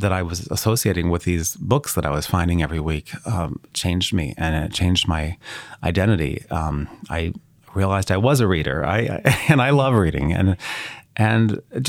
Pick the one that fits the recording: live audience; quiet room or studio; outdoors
quiet room or studio